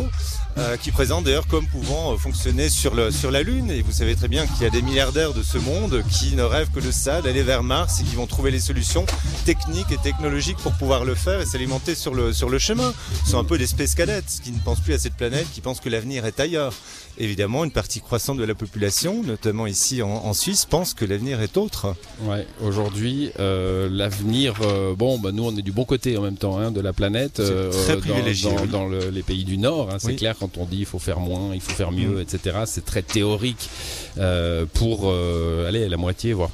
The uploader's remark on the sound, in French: Emission spéciale au festival Animai de Vevey.